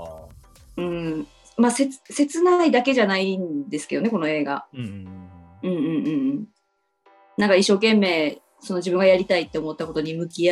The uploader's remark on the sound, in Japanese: リモートで収録したため音声に若干の乱れがあります。すみません。